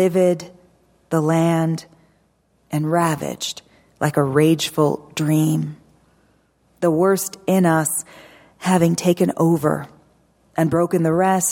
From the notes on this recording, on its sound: Recorded at the Lensic Theater in Santa Fe, New Mexico on February 6, 2019.